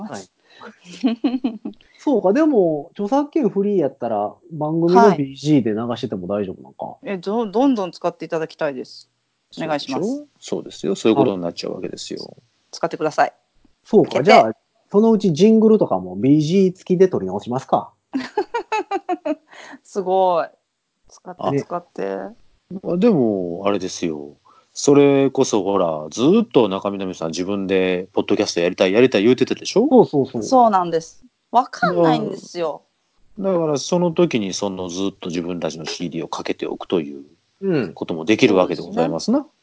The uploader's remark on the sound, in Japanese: 今回はスカイプで収録。東京、大阪、兵庫全員別の場所での収録です！いつもよりも音質が…っていうのはあるかもしれませんが…